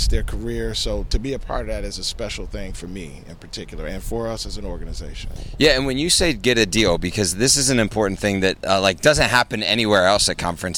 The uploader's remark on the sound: LIVE at the NAMAD Conference in Miami. Live on the ground in Miami Florida for the annual NAMAD Members Meeting.